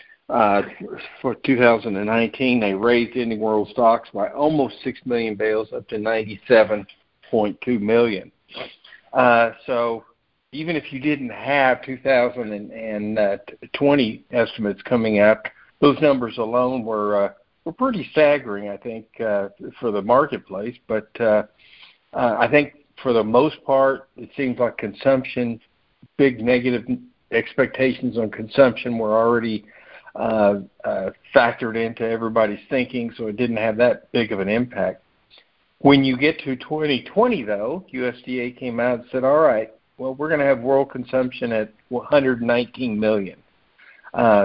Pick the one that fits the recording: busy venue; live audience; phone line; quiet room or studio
phone line